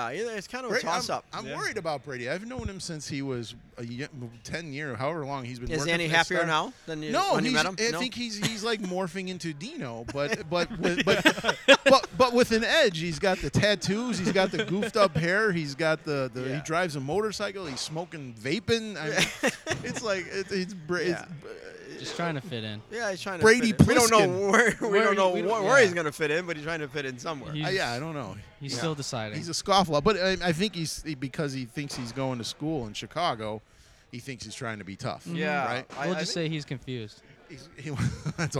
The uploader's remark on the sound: recorded in Mason City Iowa while the guys were participating in the Pyrotechnics Guild International’s “Thunder and Fire” at the North Iowa Events Center